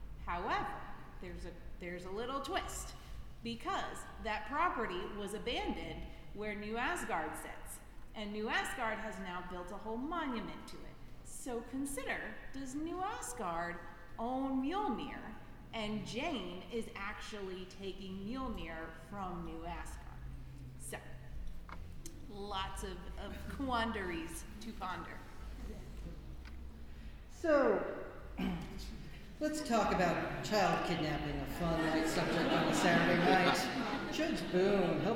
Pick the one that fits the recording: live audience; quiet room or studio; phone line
live audience